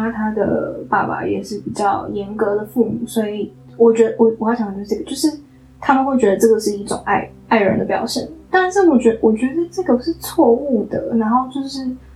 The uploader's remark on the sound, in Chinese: 當下直接拿起手機就直接錄了下來，所以音質會有點不好，會有蠻多回音的感覺，畢竟沒架麥克風。